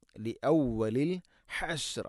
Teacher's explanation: തൊണ്ടയുടെ മധ്യഭാഗമാണ് ഹ എൻ്റെ ഉച്ചാരണം, മഖ്റജ്.